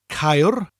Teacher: Spelled C-A-E-R-D-Y-D-D. The first syllable ends with a rolling R, Caer, and the double D at the end of the second syllable gives us a Th sound.